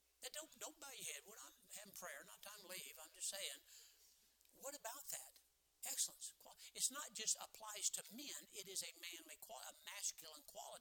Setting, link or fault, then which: setting, large echoing room